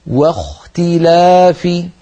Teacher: بل نرقق الواو ونفخم الخاء